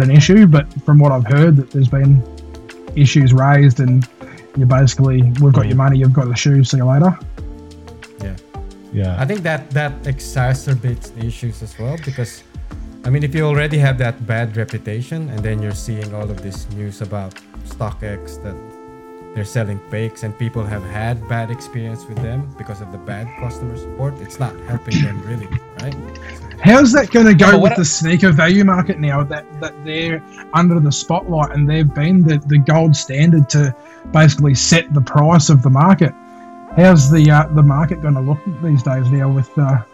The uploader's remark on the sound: Recorded via Riverside